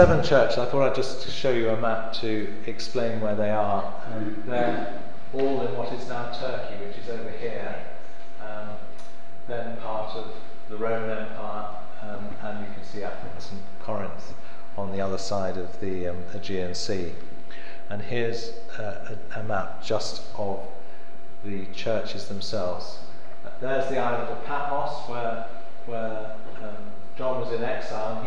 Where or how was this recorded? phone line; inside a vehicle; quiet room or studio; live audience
live audience